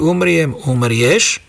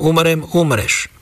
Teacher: v južnej časti turčianskych nárečí dvojhlásky umriem, umrieš, ale v severnej časti dvojhlásky nie sú, čiže je tam umrem, umreš.